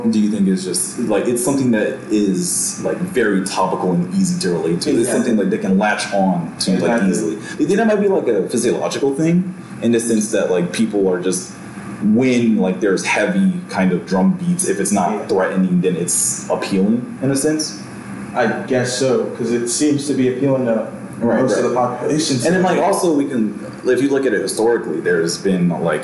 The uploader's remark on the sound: Bad Audio. Ironically with less than studio quality audio.